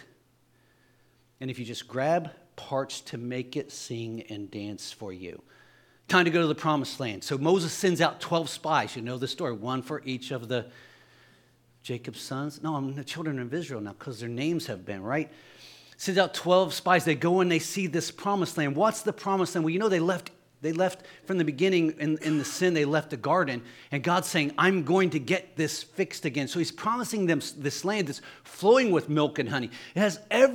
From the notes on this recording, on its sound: Sunday Morning Service.